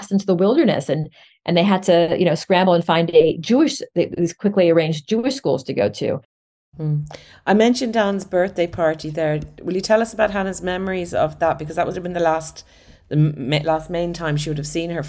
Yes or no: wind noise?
no